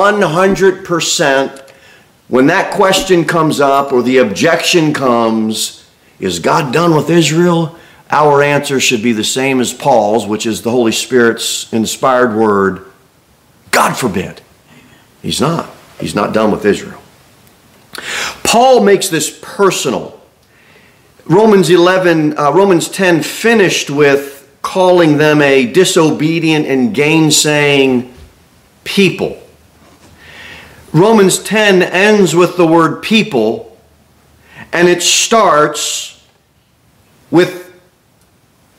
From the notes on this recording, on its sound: Sermon delivered at Pilgrim Baptist Church on Sunday, October 22, 2023, at 11-15 am. Jere Whitson Rd. Cookeville, TN 38501. Pilgrim Baptist Church is a bible-believing, independent Baptist church.